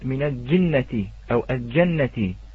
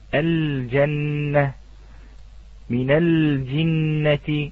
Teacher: الجيم ليست من الحروف التي تدغم فيها اللام، لابد من إظهارها · Shown in: second take